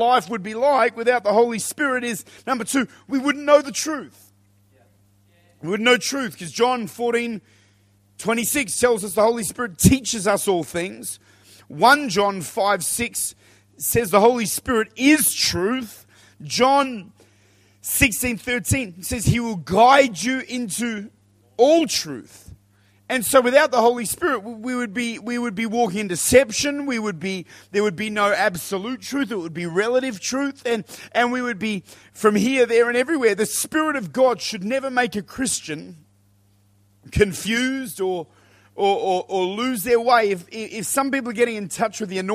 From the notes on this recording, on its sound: Recorded at Lifepoint Church, this is a Wednesday Night teaching on the Holy Spirit.